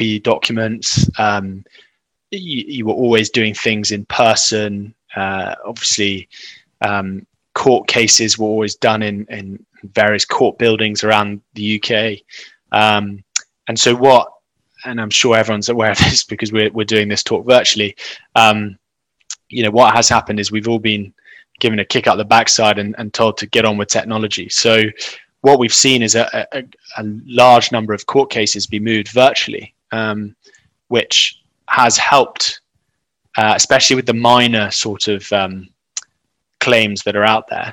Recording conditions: video call